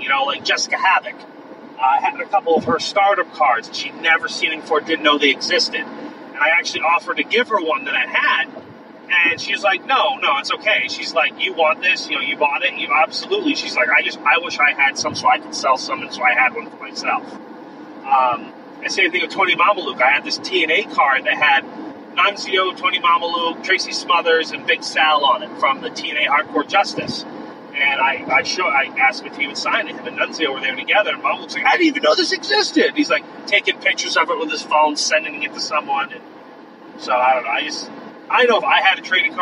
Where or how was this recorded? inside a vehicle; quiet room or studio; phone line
inside a vehicle